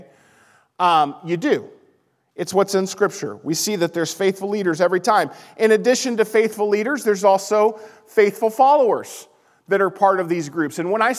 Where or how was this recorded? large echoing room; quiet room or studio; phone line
large echoing room